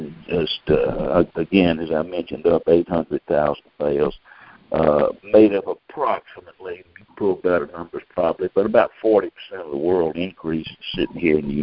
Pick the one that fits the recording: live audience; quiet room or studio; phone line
phone line